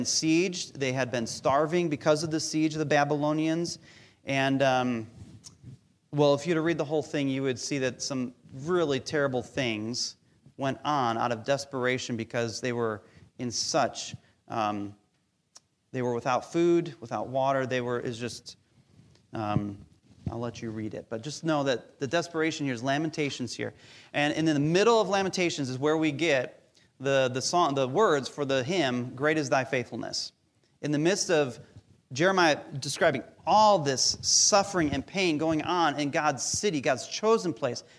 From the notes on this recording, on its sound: Recorded live during our Sunday Service